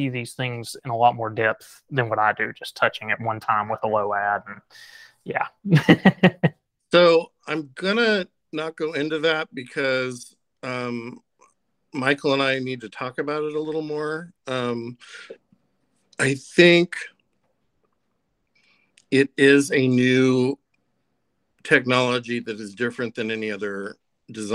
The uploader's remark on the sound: Recorded with Google Meet